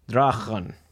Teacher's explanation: it was pronounced as a guttural sound no longer found in modern English, something like ch. For example, the Old English word for drag was pronounced drachen.